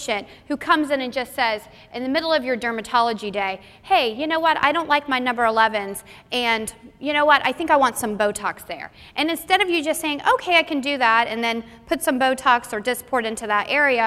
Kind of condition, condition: setting, live audience